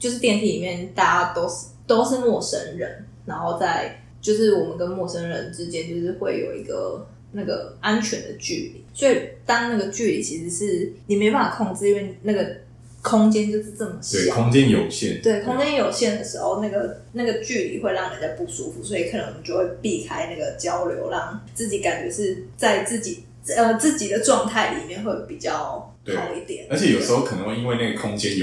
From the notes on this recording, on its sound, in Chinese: 抱歉這集麥克風收音不太好。正努力的嘗試使用Audacity錄音以及後製。